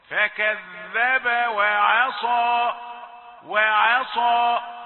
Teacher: العين رقيق لكن الصاد ممكن أن تؤثر عليها